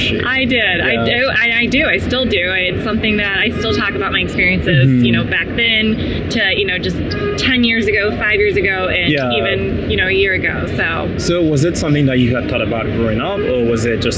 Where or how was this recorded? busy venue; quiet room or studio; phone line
busy venue